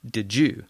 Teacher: when we say, did you, really fast, we sometimes convert the Y sound to a J sound